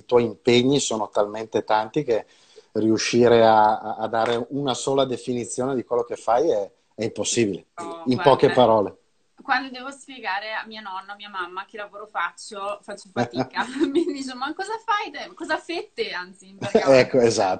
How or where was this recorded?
video call